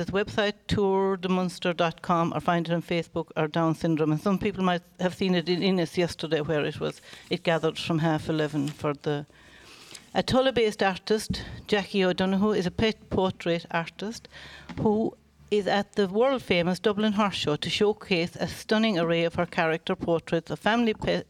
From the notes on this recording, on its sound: As broadcast live from the Community Hall Feakle as part of the 36th Feakle trad Festival. Outside broadcast in association with Michael Long Construction.